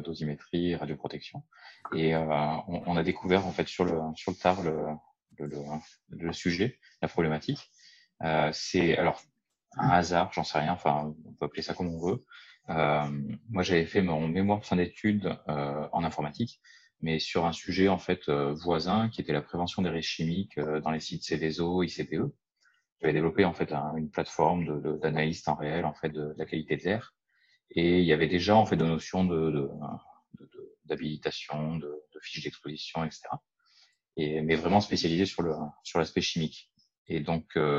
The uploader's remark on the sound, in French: Et tout cela semble contagieux par visioconférence.